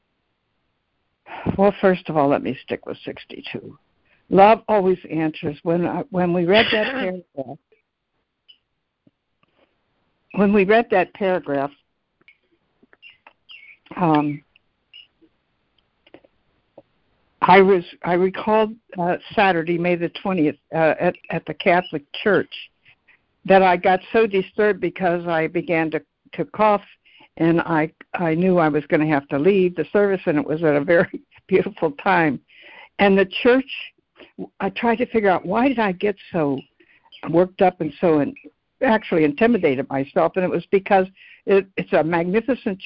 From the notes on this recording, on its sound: ACIM Daily Conference Call